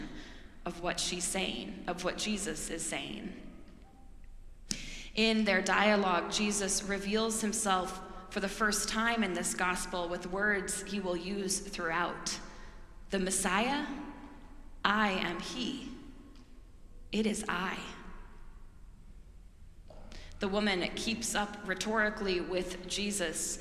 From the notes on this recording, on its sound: preached at our celebration of the Holy Eucharist on the Third Sunday in Lent